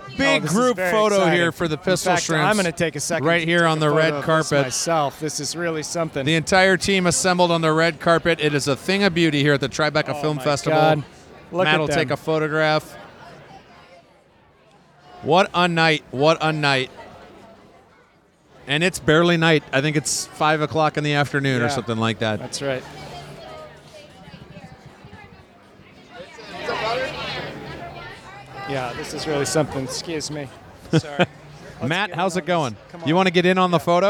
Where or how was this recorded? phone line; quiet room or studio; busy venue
busy venue